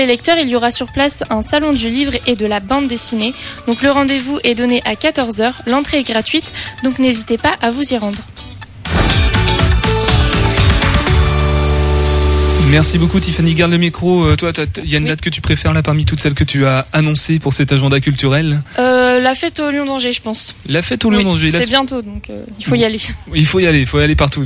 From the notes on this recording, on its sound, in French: Les Folies en direct dans Topette depuis les Folies !